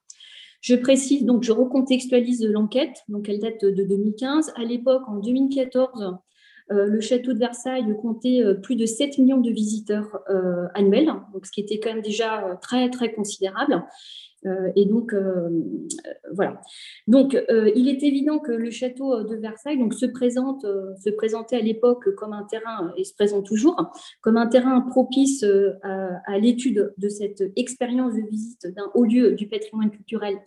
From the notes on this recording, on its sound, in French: Enregistré sur zoom le 20 avril 2021